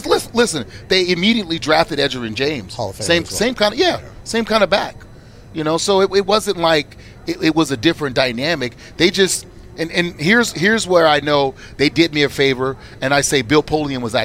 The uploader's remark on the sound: LIVE From Radio Row In LA. Live from radio row in Los Angeles.